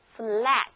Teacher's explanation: 就是把嘴唇咧到最大的那个 A · Term: 梅花音